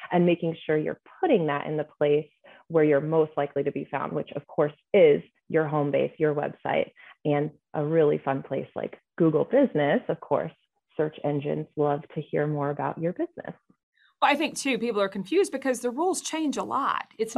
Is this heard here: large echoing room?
no